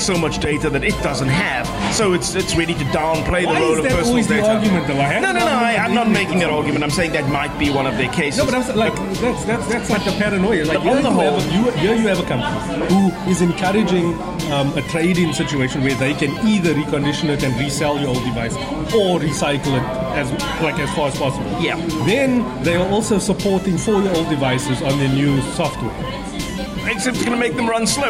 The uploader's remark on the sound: back at Brownies&Downies during the lunchtime rush and try to spin the ambient noise as a podcast feature